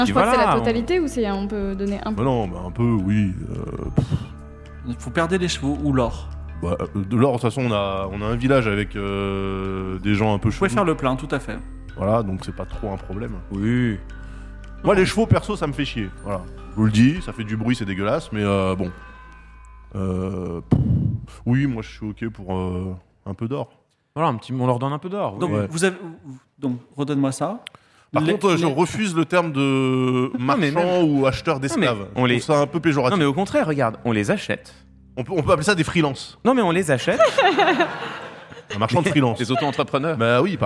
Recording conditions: live audience